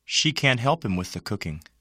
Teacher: The negative modal can't is usually stressed.